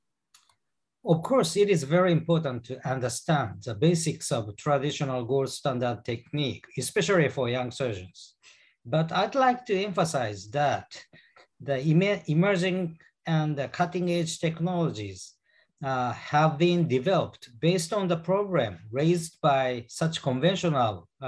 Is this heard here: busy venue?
no